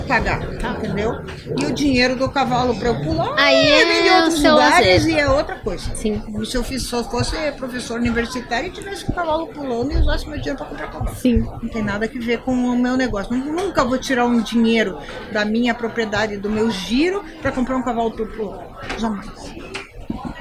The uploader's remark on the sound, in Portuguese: Trazemos mais um episódio gravado durante o XVIII festival nacional do cavalo brasileiro de hipismo.